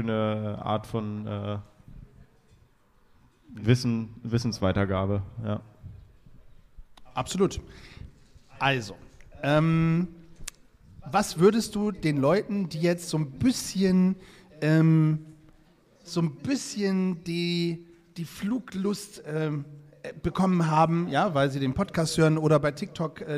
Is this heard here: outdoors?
yes